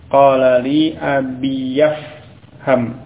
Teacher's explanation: Tetapi kalau dhamir ya mutakallim itu dibaca dengan fathah, maka ya dibaca dengan fathah dulu baru kemudian ke huruf fa pada ifham